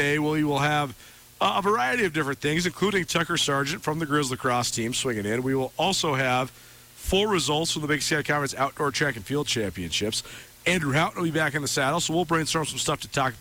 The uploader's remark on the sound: Live on location at Bretz RV & Marine.